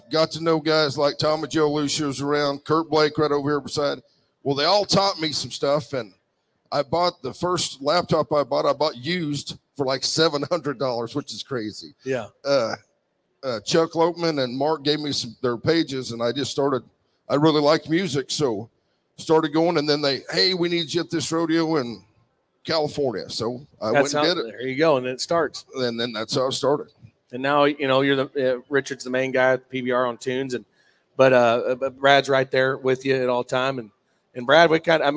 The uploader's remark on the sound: RümpChät Live 2023 - NFR Edition 9. RümpChät Live at the 2023 NFR.